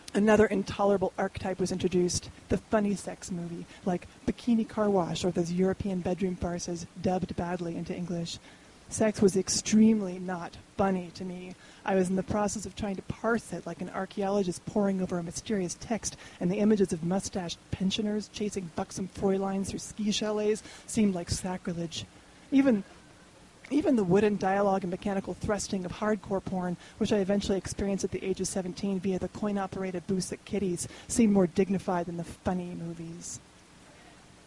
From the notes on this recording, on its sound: The stories were recorded on January 17, 2013 at our beloved Deer Pile in Denver, Colorado.